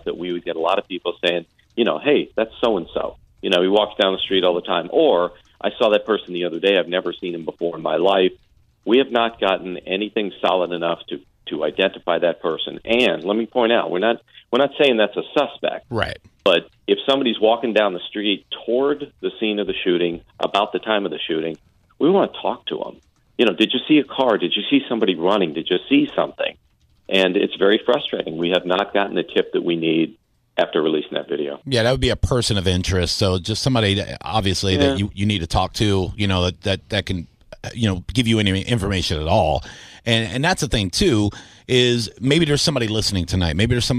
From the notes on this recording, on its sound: From Tampa Police Dept called in to give an update.